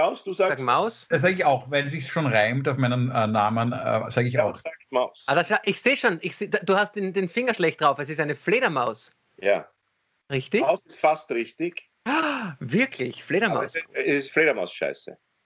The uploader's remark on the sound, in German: Aufzeichnung einer ZOOM Session vom Montag, 1.